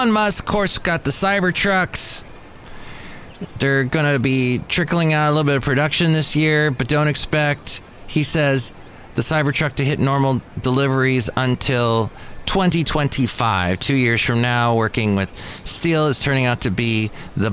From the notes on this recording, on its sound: podcasts live from Café Anyway